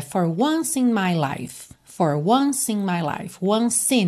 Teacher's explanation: você já junta o C de once em E de in